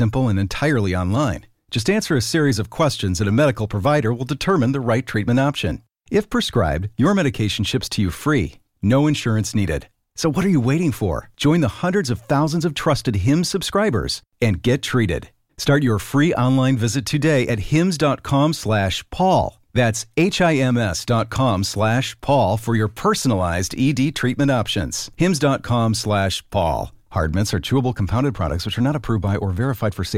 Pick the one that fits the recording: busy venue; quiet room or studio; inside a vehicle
quiet room or studio